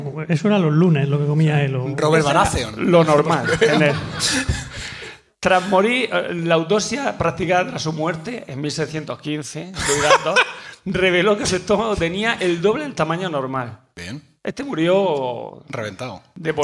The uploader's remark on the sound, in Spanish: En directo desde Lucentum. Por primera vez en la historia de nuestro podcast hemos grabado en directo con público. Ocurrió en el transcurso de las jPod 2017 que tuvieron lugar en Alicante.